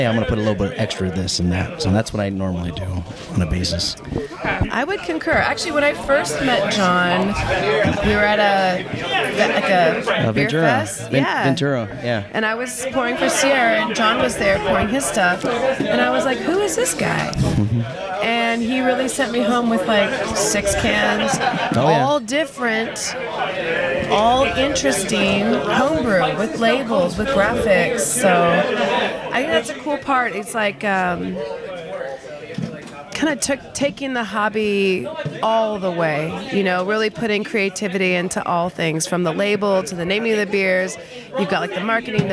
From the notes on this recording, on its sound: Live at their homebrew club brew day with the Socal Cerveceros! We chat with a few attendees as we brew an American Light Lager.